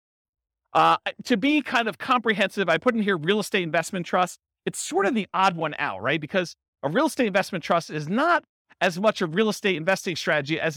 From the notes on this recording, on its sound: Real estate entrepreneurs in Brandon, Florida. This was a live class recorded. The live in-person version.